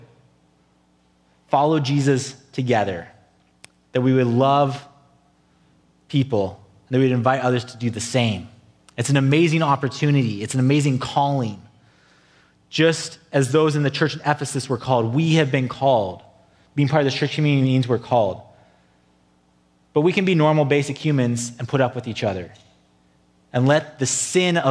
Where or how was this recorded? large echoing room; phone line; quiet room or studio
large echoing room